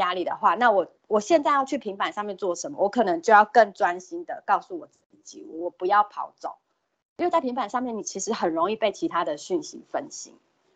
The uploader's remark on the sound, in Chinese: 此為線上課程錄音檔